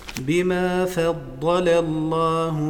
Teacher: عندي الضاد مفخمة اللام في فضلة مرققة